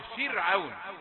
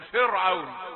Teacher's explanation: راء فرعون راء ساكنة بعد كسر، فهي مرققة · Shown in: first take · فرعون، ولا تقل فرعون.